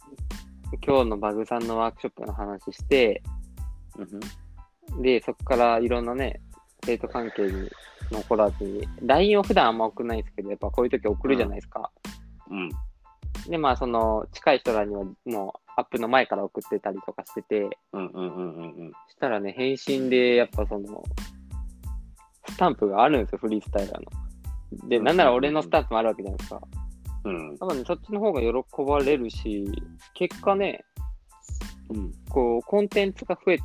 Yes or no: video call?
yes